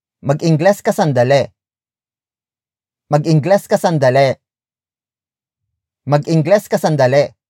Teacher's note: A hyphen is inserted between mag and ingles to emphasize the pronunciation of the first vowel sound of the root word, which is e in ingles. Note that glottal stop between the g sound and the I sound, so it's not gi, gi, gi.